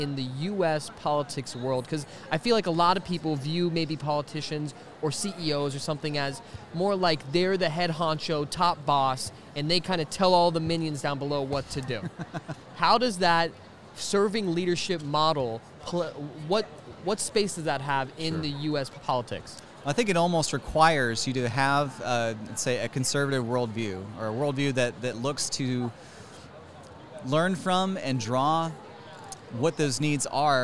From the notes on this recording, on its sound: This is another one from the FPEA Homeschooling conference